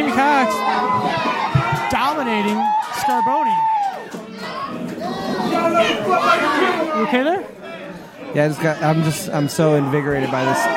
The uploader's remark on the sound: Live From XICW 202 Night Of Champions